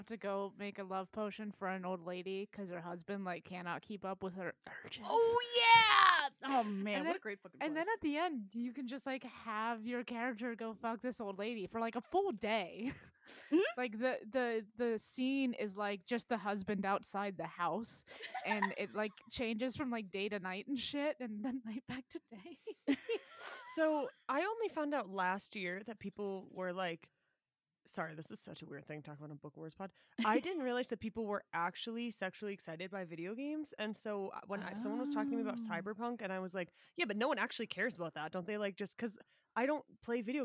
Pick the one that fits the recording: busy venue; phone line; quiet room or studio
quiet room or studio